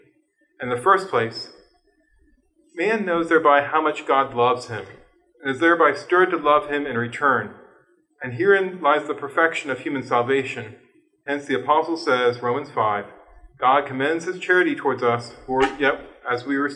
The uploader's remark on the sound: This lecture was given on March 8th, 2023, at West Virginia University.